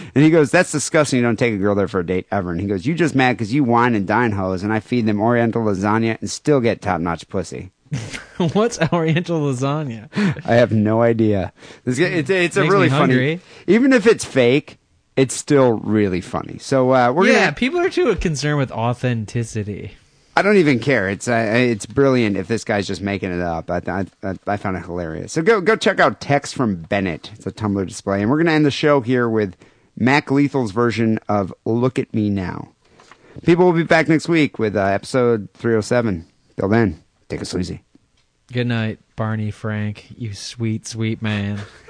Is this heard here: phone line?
yes